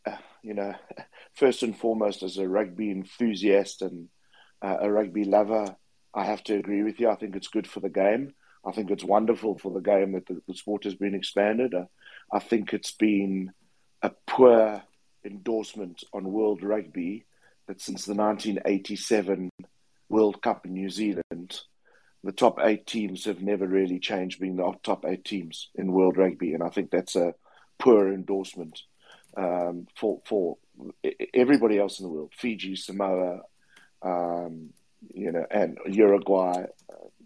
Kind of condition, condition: link, video call